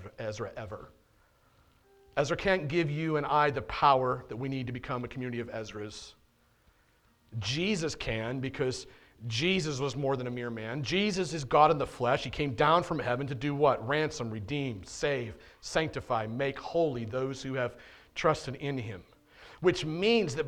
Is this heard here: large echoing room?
yes